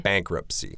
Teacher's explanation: when we're saying that noun, bankruptcy, we really don't stress the T at all